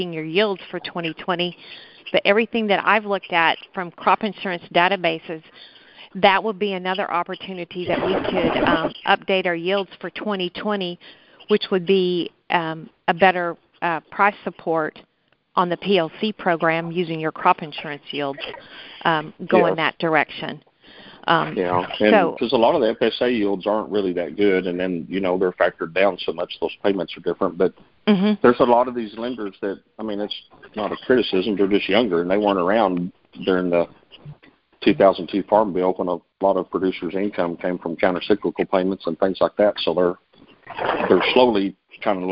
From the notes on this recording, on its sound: March 2020 Conference Call On Texas Crop Insurance.